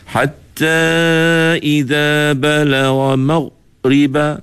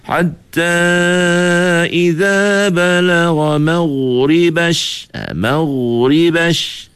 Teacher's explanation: huruf ghain ni bersifat dengan sifat rakhawah, di mana suara rakhawah ini ialah suara yang mengalir, tidak tersekat · Shown in: second take